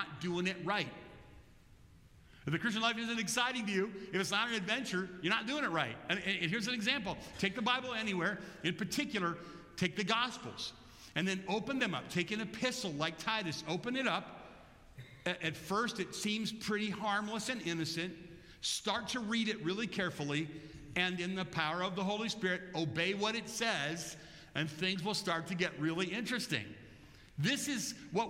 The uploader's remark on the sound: Bethel Church–Jackson, Michigan.